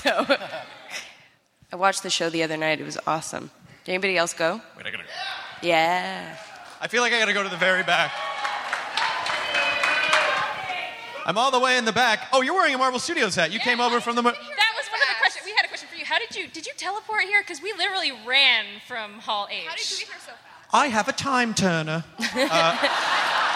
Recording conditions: live audience